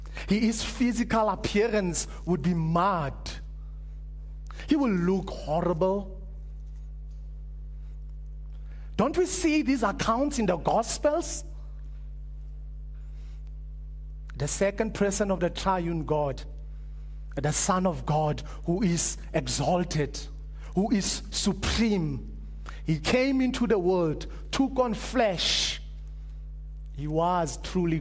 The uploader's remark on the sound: Preached at Living Stone Bible Church